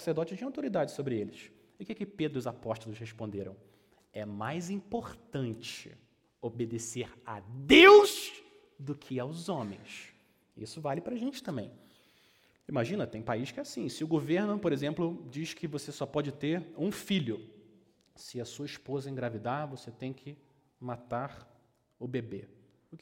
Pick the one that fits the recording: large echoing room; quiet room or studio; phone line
large echoing room